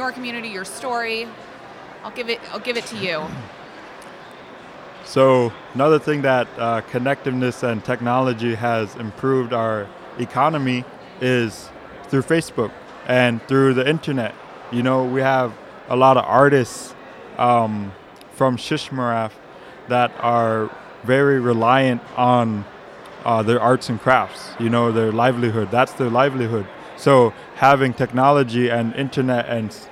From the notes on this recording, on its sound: we visit the 2018 Alaska Federation of Natives conference in Anchorage